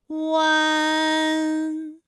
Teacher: 这三个音发完整，我们每一个状态呢都能知道它的音的流向。当然最后一定还是要归到鼻音呢才算是发完整。好，大家一起来跟我来发下面这组词：艰险、简便、连篇。好，我们继续再来发乌安。乌安的发音的时候呢，是从元唇的后高元音乌开始，口型迅速的由合口变为开口状，舌位向前迅速滑降到不圆唇的前低元音啊的位置呢，就开始升高，发啊后软腭下降，逐渐将鼻音色彩增强，舌尖迅速移到上齿龈部，最后抵住上齿龈，发出鼻音呢的状态。看啊，大家感受一下从合口改为开口状的状态，弯，是不是先从合口，然后最后变成了一个开口的状，然后最后尾音的时候呢，是要到达一个鼻腔，发出一个鼻音呢的状态，弯，哎，它就发完整了。好，大家依然跟我来读一组词啊，贯穿、软断、酸软。好，我们继续再来发吁安的音。发音的时候呢，由元唇的后高元音吁开始，向前低元音啊的方向滑降，舌位只降到前半低元音 i 略后的位置就